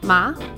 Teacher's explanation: The second tone is a rising tone, so as if you were asking a question.